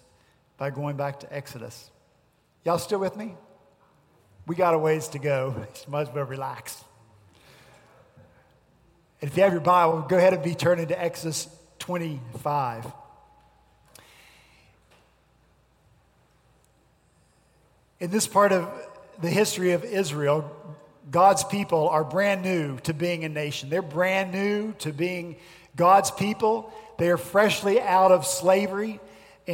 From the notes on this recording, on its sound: at Redeemer Presbyterian Church in Charleston, SC